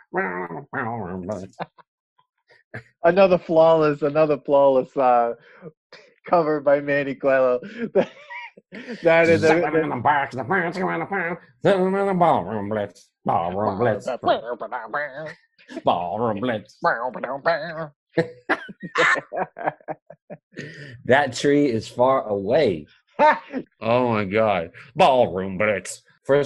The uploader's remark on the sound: On Zoom so there are some small sound discrepancies and tech issues.